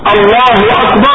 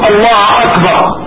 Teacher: Like they change the dhamma to fatha. Allahu Akbar, they change it to Allah Akbar.